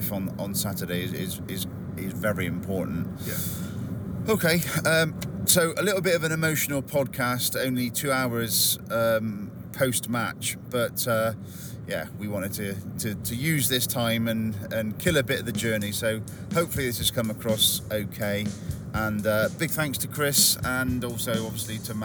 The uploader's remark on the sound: We recorded this pod on the way home from Sheffield to kill a bit a time.